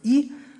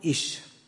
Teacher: die Variante mit Ausfall des Reibelauts · Shown in: first take · also I, gesprochen wird, dominiert um Aschaffenburg die Lautung Ich.